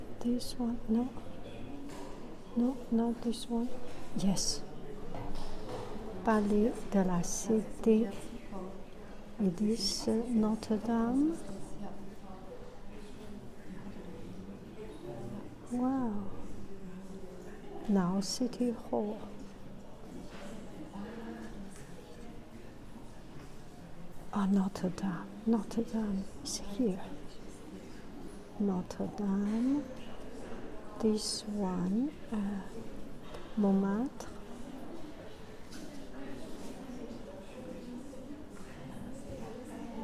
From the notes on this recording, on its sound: Original sound tourist Paris musee carnavalet